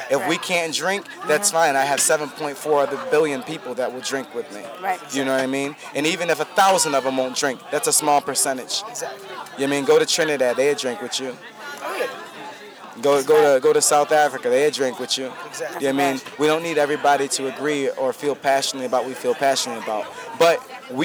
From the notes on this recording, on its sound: Live From Anti-Venue Rochester. Live backstage coverage of the #AntiVenueTour while on it's stop in Rochester, New York.